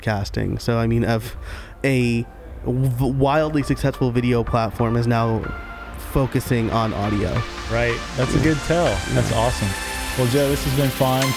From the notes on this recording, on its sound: at the Craft + Commerce Conference in Boise, ID